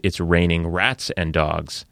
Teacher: So, for example, if I wanted to say it's raining cats and dogs, but instead I said it's raining rats and dogs, that's because the R sound from raining is persevering in the next word · Term: perseverations